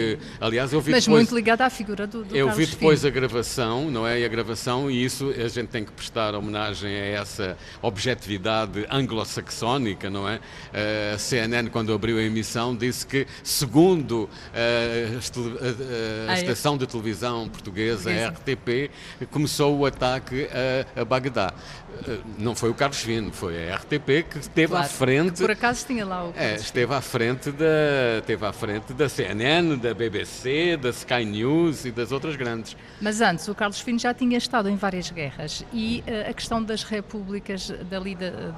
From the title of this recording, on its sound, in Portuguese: em direto do Festival Literário da Madeira